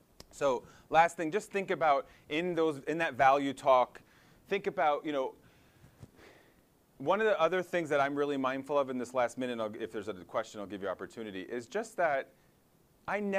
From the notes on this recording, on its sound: audio from a symposium presentation he delivered at the 2019 RWJBarnabas Health Summer Athletic Training Personal Development Symposium